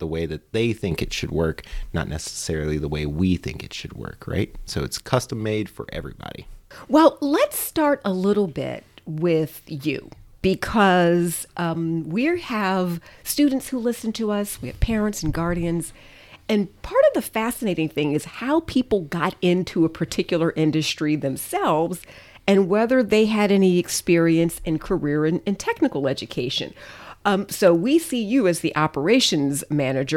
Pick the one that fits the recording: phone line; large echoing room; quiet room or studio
quiet room or studio